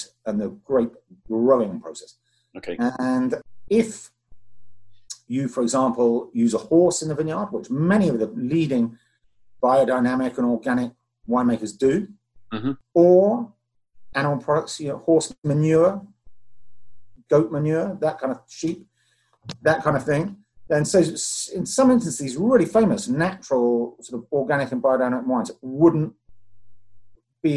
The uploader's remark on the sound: zoom their way through their first socially distanced wine tasting